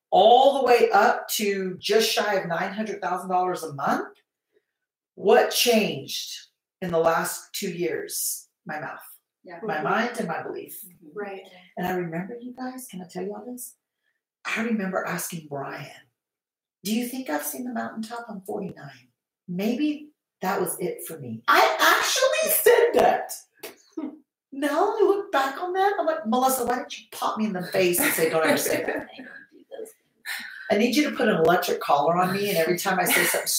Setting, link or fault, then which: fault, poor sound quality